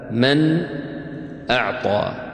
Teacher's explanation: همز فهاء، يعني إذا جاءت النون الساكنة أو التنوين وبعدها أحد هذه الحروف 6، فإنك تظهر هذه النون من غير غنة زائدة · Term: الإظهار الحلقي